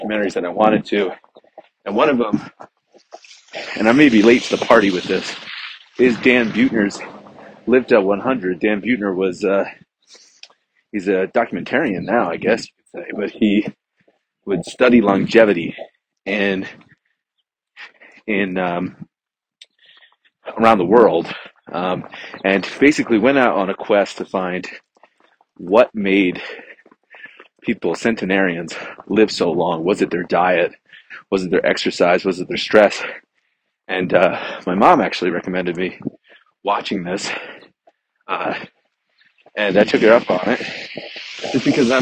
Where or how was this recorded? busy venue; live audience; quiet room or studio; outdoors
outdoors